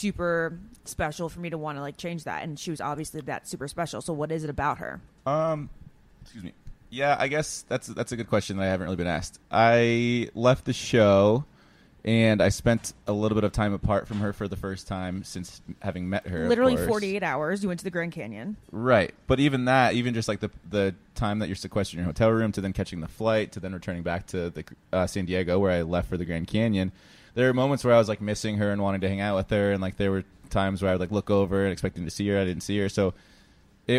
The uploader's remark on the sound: live from Planet Hollywood Resort and Casino in Las Vegas for the iHeartRadio Music Festival!